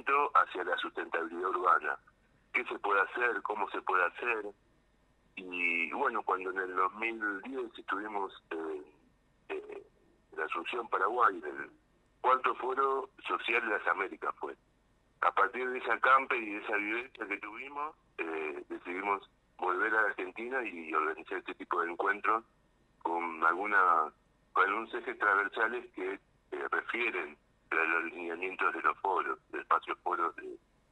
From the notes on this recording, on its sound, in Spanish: Charla telefonica